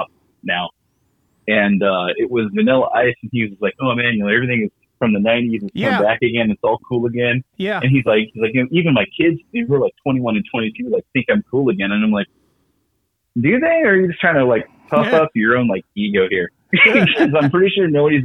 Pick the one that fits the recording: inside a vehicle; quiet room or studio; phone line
phone line